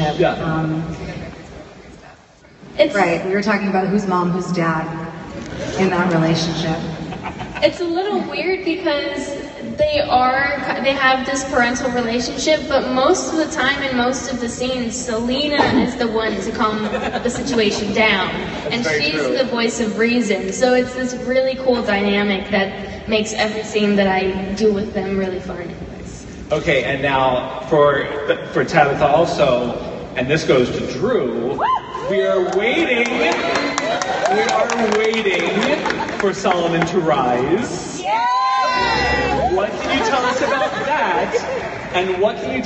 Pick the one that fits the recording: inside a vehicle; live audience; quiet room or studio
live audience